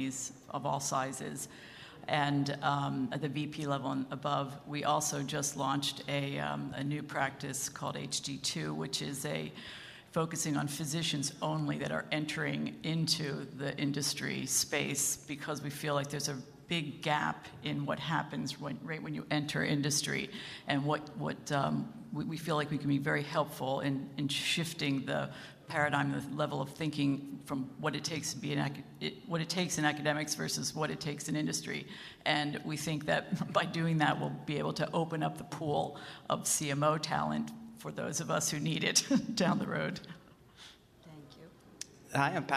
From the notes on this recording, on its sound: In this session recorded at CMO Summit 2022